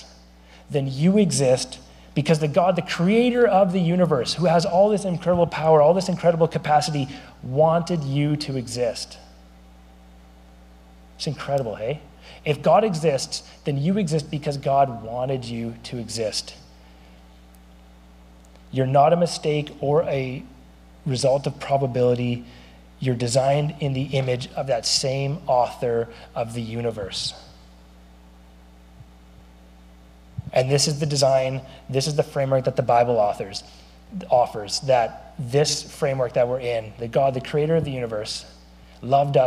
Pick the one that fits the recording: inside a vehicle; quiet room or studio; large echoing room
large echoing room